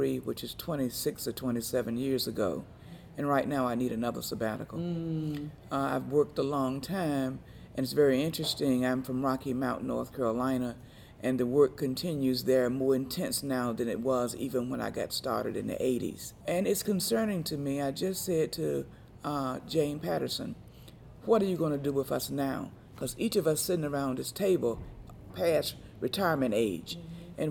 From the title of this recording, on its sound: Live from the Z. Smith Reynolds Renew & Refresh Retreat